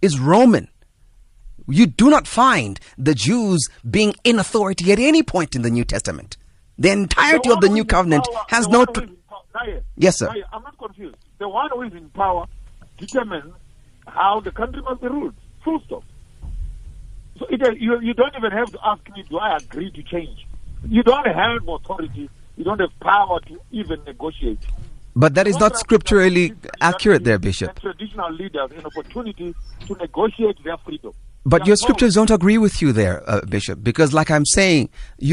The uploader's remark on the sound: Guest on the phone